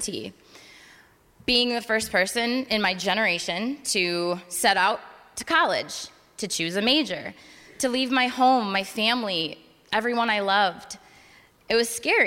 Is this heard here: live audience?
yes